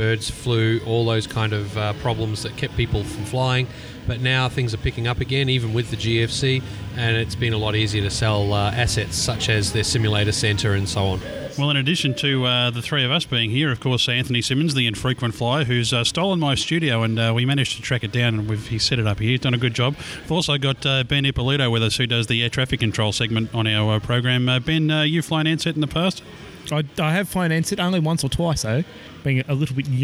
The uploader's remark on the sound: The boys are out at Coldstream airport for the Mission Aviation Discovery Day recording live.